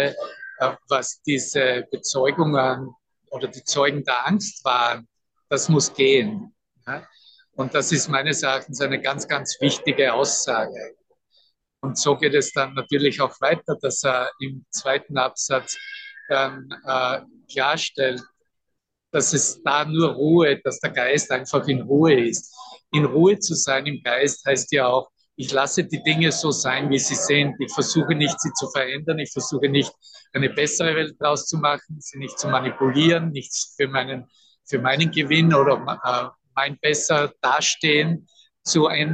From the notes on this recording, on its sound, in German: Zoom-Session. Veranstaltet von der Aleph Akademie.